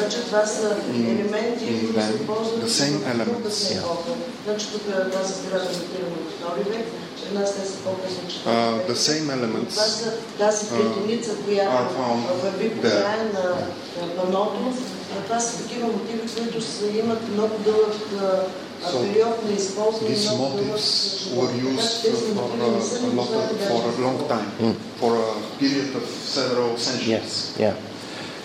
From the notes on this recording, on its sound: Post lecture Q&A at the Regional Archaeological Museum, Plovdiv, Bulgaria, September 2011.